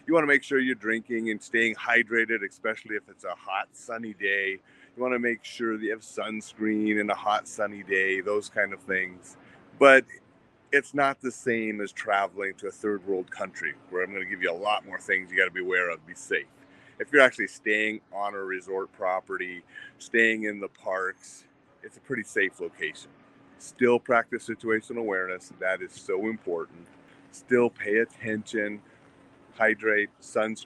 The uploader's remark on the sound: Broadcast live from Disney California Adventure park.